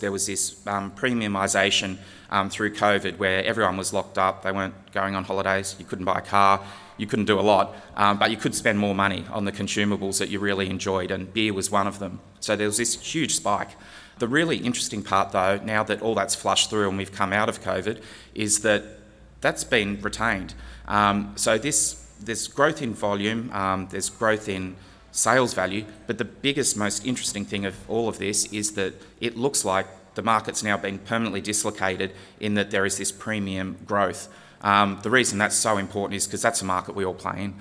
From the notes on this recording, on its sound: This keynote was recorded at the recent Western Australian Brewing Conference in Perth.